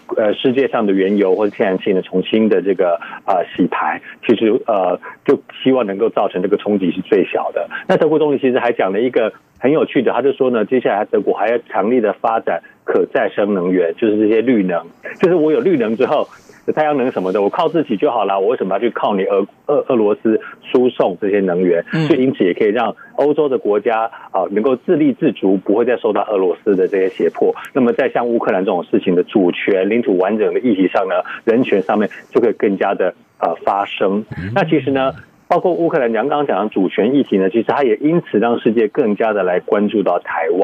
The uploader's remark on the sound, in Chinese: 連線美國之音白宮記者。傳遞來自華府的第一手報導。